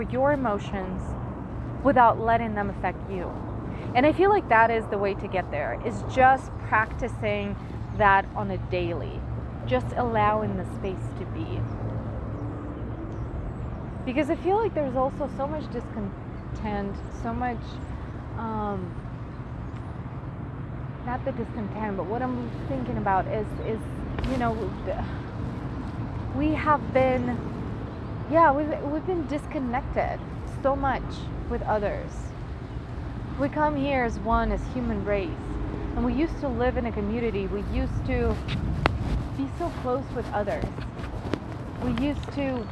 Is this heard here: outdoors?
yes